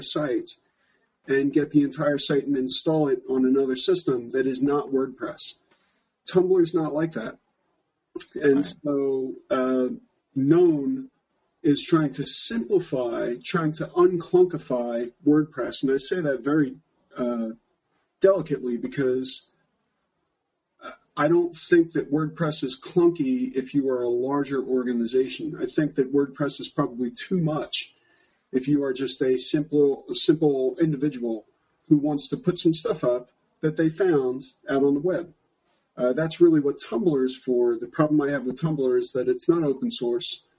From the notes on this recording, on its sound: features lightly edited audio from a live Google+ Hangout On Air conducted September 15, 2014.